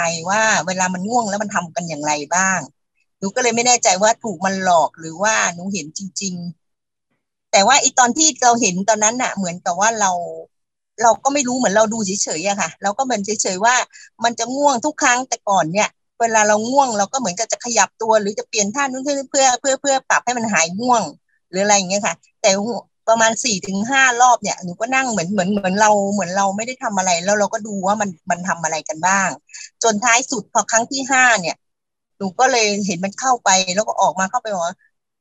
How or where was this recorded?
video call